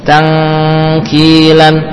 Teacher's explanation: Jadi nempel secara sempurna, kemudian suaranya beralih secara total melewati khayshum.